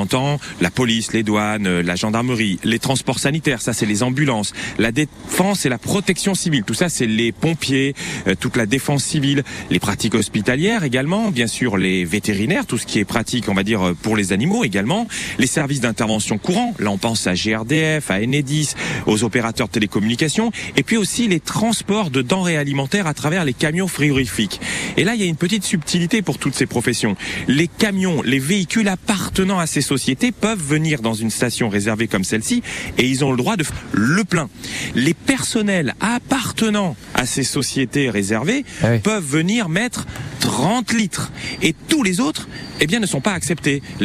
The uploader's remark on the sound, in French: en direct des stations essence